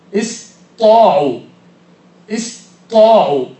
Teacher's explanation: أيضا قراءة حمزة استطاعوا، استطاعوا بتشديد الطاء مع أن قبلها حرف ساكن فجمع بين ساكنين